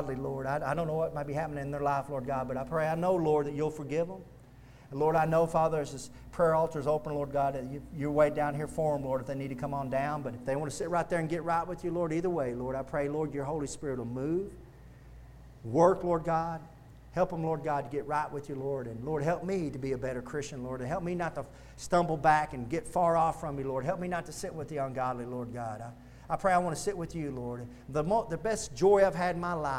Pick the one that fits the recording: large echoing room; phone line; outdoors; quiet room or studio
large echoing room